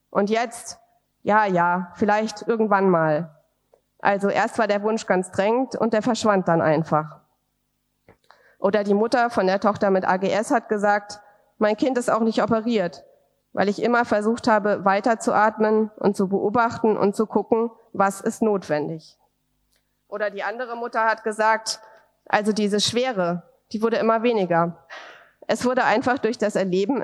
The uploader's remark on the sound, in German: Live-Aufzeichnung. Symposium des Projekts “Intersex kontrovers” der Hamburg Open Online University im Museum am Rothenbaum – Kulturen und Künste der Welt (MARKK).